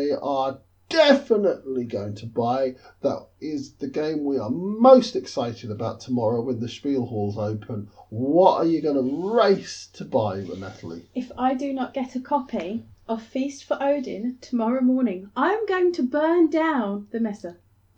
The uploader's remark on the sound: Essen Spiel '16 Live Report. Episode recorded in an Essen hotel room so please forgive any reduction on sound quality.